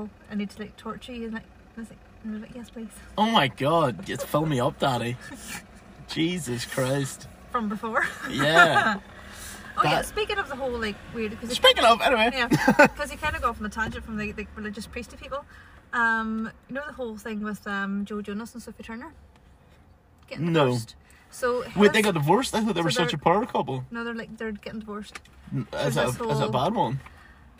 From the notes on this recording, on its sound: joins me for a pod record in his car